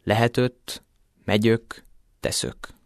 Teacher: Itt ugyanis elsősorban a hangsúlytalan, azaz második vagy harmadik szótagban a zárt ö hanghelyén labiális, ajakkerekítéses ő hangot ejtenek. · Term: hangsúlytalan őzés